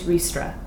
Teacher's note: A warm, rounded R followed by a hiss that is cut short by the click of a T. A rolling R with a Spanish flair widens into a gaping A, which slowly closes in the straight line of an S.